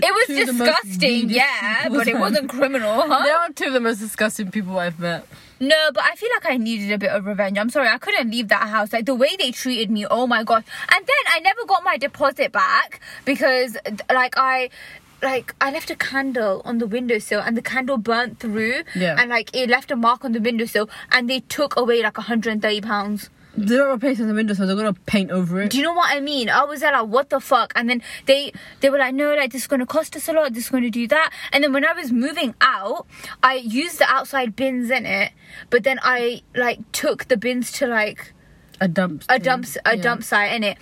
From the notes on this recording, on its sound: Today’s episode is recorded from the comfort of a car in a Maccy D’s car park, whilst we enjoy the simple pleasure of life, a McFlurry.